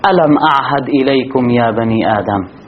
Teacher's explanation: جمعت بين الهمزة التي تخرج من أقصى الحلق وبين العين والهاء اللتين تخرجان من وسط الحلق